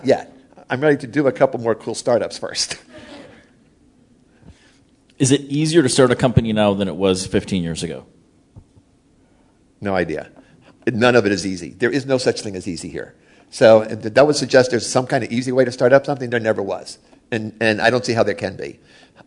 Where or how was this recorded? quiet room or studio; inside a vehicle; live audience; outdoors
live audience